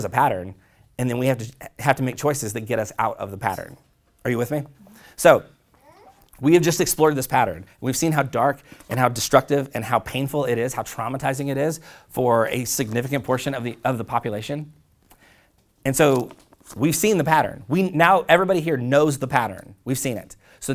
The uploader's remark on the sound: preached this sermon at Collective Church in late 2018